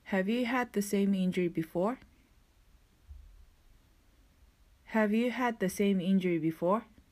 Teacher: had の最後の D の部分が口の形までは作るんですけれども発音されませんそしてそのまま the の発音に移行するので had the same という発音になります Okay, let's say it with me.